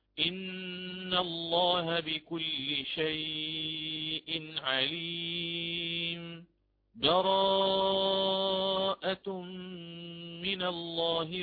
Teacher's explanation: فأقف على آخر سورة الأنفال سكتة لطيفة من غير تنفس، ثم أبدأ مباشرة بسورة التوبة، وسورة التوبة كما هو معلوم ما فيها بسملة في بدايتها، وقد أخذنا هذا الكلام بفضل الله تعالى من قبل.